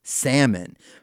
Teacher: You don't get to say the L.